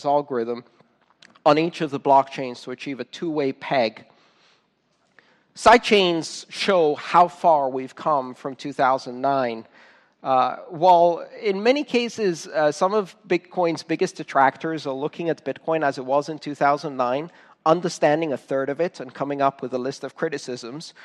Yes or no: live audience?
yes